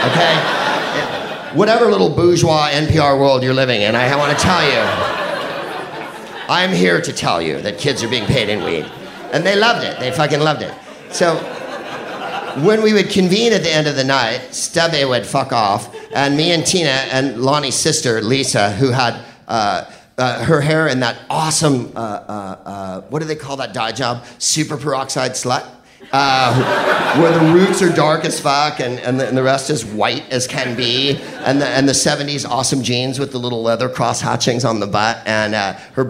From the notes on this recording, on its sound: Live from San Francisco. Sketchfest show.